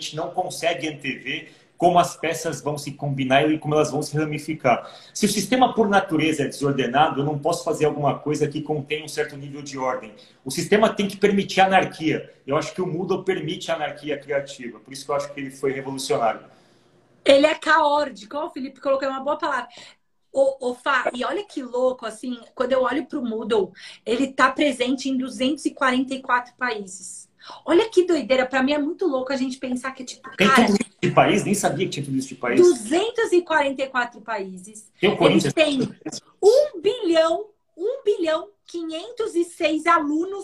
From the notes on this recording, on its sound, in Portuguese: originalmente uma live realizada no instagram da SOMAS